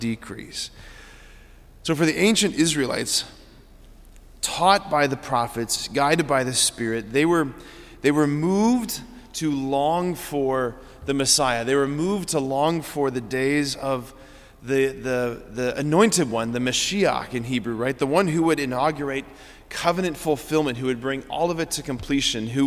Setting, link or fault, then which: setting, large echoing room